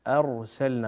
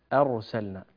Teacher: فخم الراء فيها لأنها ساكنة وقبلها فتح · Shown in: first take · نقول أرسلنا ولا نقول لا أرسلنا.